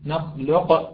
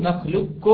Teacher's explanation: نخلق ليس بالقلقلة وإنما ببقاء صفة الاستعلاء، أو نخلقكم بإدغام كامل